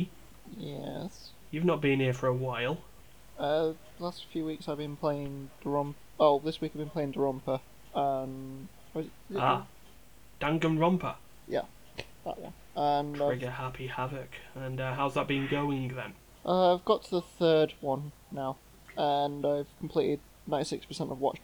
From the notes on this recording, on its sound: Recorded LIVE (well we were live when we did it) from various noisy parts of Greater Manchester (apologies)